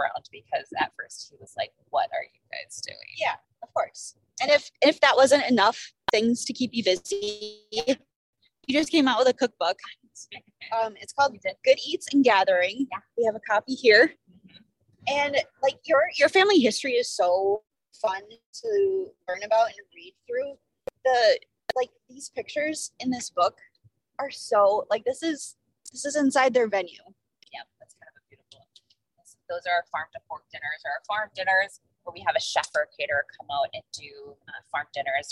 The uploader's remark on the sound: Just as a warning- the audio of this episode isn't....great. In the car.